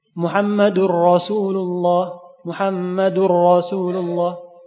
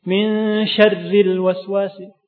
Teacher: ra yang berharokat fathah dibaca tebel, Muhammadur Rasulullah, Muhammadur Rasulullah. Ra-nya tebal. Kenapa? Karena harokatnya fathah. Ketika berharokat kasroh dibaca tarqiq tipis.